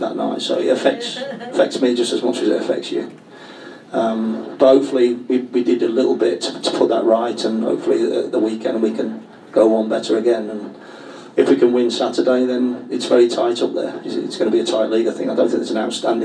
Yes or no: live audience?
yes